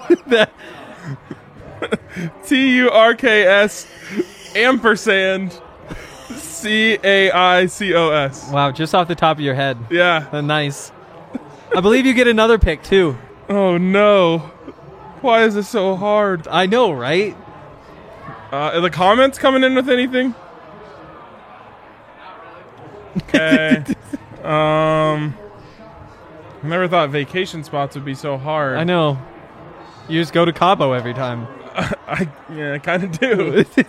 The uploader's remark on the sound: LIVE from the DNVR Bar